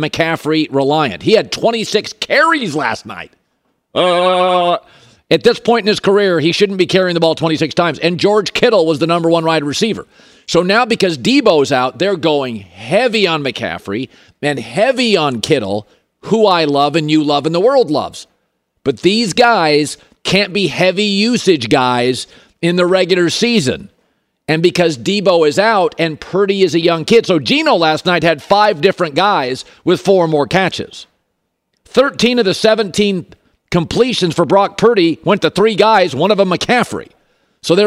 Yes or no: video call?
no